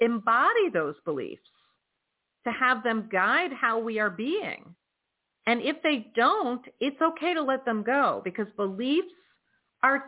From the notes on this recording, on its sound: In response to callers' questions. On air.